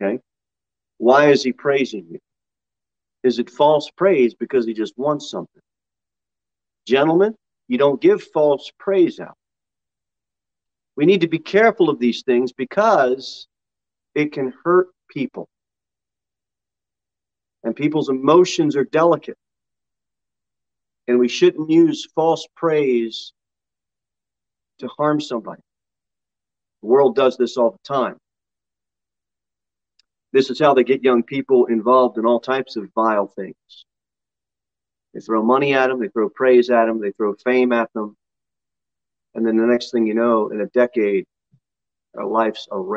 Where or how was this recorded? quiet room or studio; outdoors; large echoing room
large echoing room